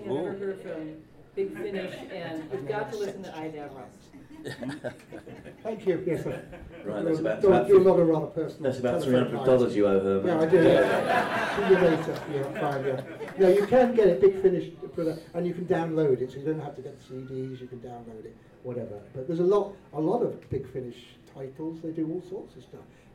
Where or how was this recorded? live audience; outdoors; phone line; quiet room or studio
live audience